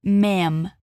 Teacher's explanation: Ma'am, madame, termina com som de M. Olha lá, fala comigo o som de M. Tá vendo que os seus lábios se fecham bem?